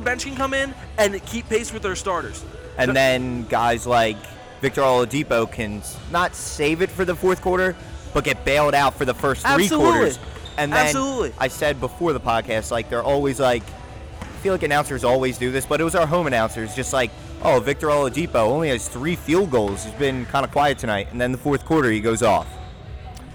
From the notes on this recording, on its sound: Live at Cherokee High School. The gang records live from The Jimmy V Foundation Tournament at Cherokee High School.